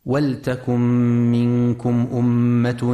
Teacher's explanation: ينتبه القارئ في كلمة ولتكن لسكون اللام وعدم كسرها